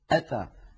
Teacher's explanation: هذه الهمزة شديدة وفيها انحباس للصوت، فلذلك كانت العرب تستثقل نطقها، فإذا ما تجاورت همزتان في